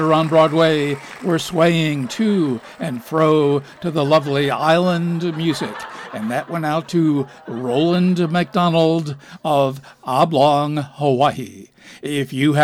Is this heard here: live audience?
yes